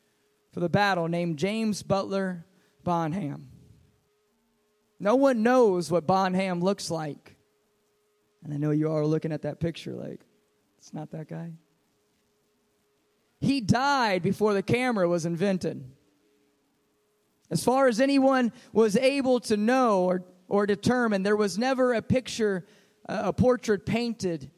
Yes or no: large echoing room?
yes